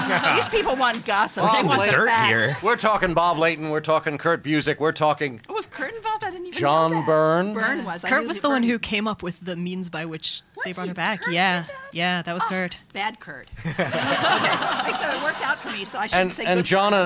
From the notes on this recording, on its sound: Live at NYCC. Our first-ever live show on the East coast!